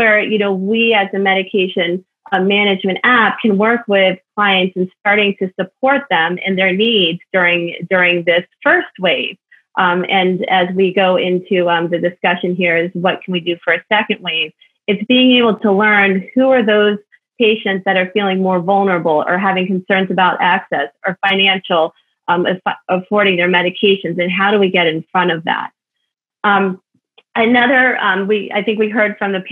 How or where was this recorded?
video call